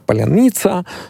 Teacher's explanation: Как правило, его произносят так: поляница, как-то редуцируя гласные, что тоже характерно для русского языка. То есть сокращая их.